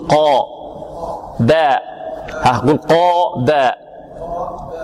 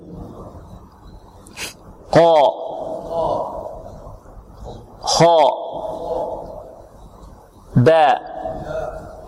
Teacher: حدث شيء في أقصى اللسان في ارتفاع في أقصى اللسان · Term: التفخيم